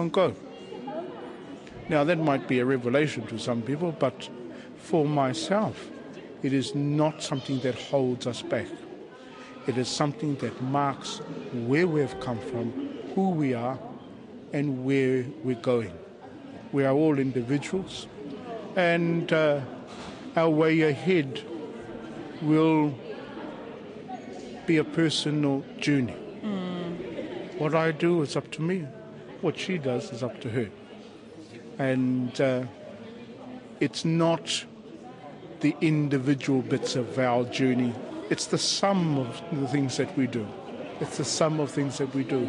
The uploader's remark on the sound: on Waitangi Day he presented a lecture